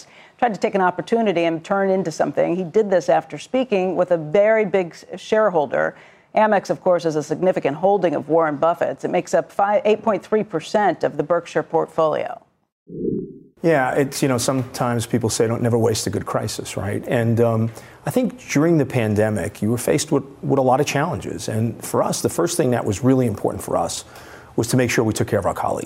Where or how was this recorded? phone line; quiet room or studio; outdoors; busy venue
busy venue